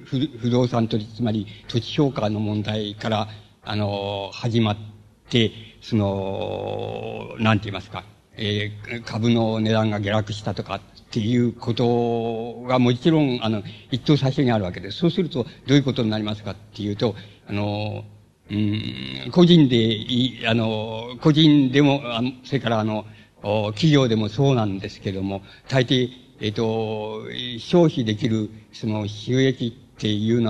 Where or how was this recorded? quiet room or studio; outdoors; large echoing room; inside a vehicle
large echoing room